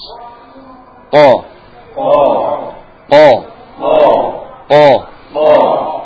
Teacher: Suara juga tertahan. Kemudian isti'la, ya, pangkal lidah naik, tebal.